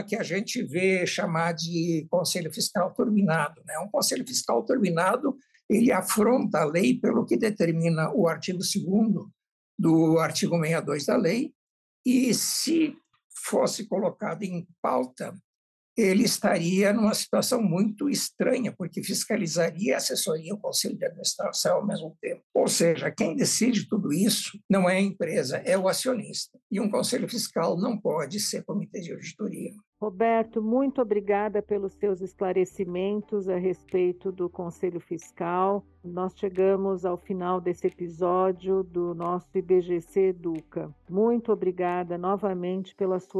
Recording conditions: video call